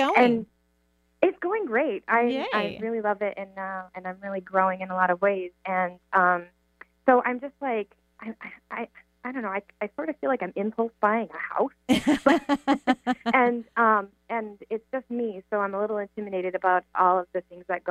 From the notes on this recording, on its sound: On today's call in show